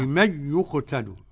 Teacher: قوله تعالى ولا تقولوا لمن يقتل، عدم الغنة لخلف عن حمزة